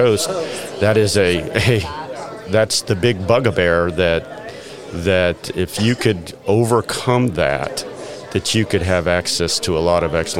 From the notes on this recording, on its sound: What follows is the second episode in a series recorded at the 2023 South Carolina Restaurant and Hospitality Association Conference in Greenville, South Carolina.